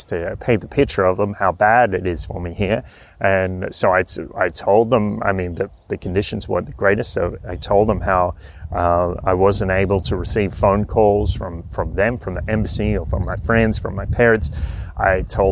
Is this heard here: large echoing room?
no